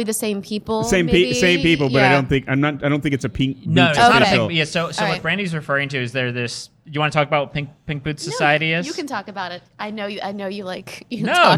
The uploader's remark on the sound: Live From Silver Branch Brewing. Visited Silver Branch Brewing Company for a live DC Beer Show recording.